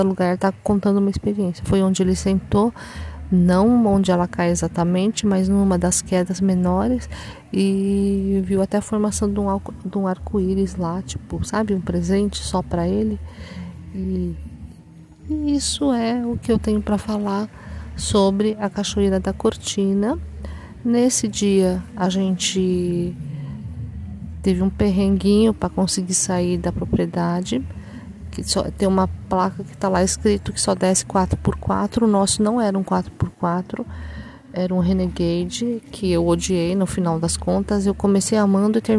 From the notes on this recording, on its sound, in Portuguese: Almas-Serras Gerais-Tocantins. Gravei ao vivo e mesmo com a música de fundo, não deu para disfarçar o som ambiente que tocava no local.